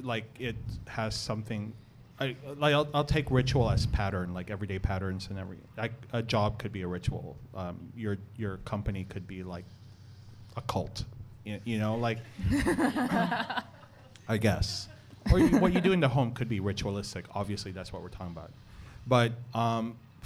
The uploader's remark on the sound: Recorded before a live audience. At Rosewood Hong Kong.